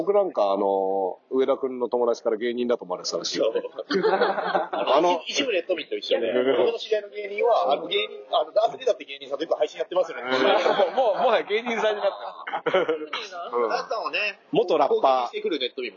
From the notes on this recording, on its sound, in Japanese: 砂場がファミレスだったため、音声が聴こえづらい！